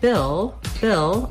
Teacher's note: I just basically go right from that ih sound into my L sound. I don't have to do anything special for that L.